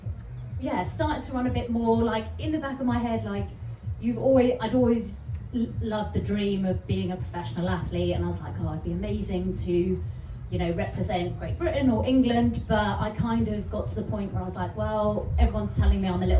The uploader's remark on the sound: Live from Love Trails Festival. This episode is a live recording from the festival, where it was a little windy as we were on the Welsh coast!